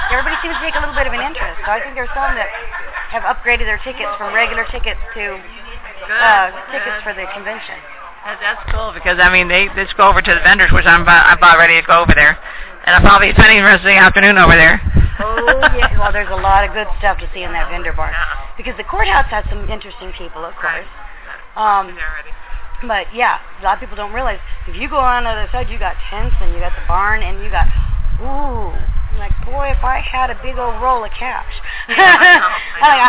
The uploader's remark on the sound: THIS SHOW IS NOT LIVE - IT HAS BEEN PRE-RECORDED. At the Wild Wild West Steampunk Convention this last weekend.